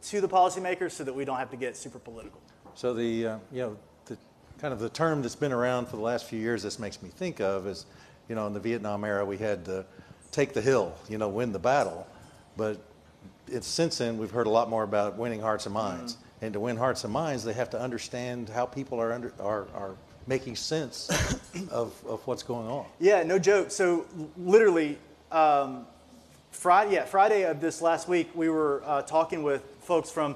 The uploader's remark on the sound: This interview was recorded in February at a Research on Tap event, held at Iron Monk Brewery in Stillwater